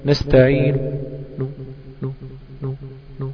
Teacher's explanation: خد بالك ان الروم قطعة لا تتجزأ من الوصل، لان انا في الوصل بجيب حركة وفي الروم بجيب تلت الحركة، الوصل بجيب الحركة كاملة، في الروم بجيب تلت الحركة وبسيب تلتين